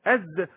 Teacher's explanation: في حرف الزاي في هزة في الأوتار الصوتية، لأن حرف مجهور عنده حبس صوت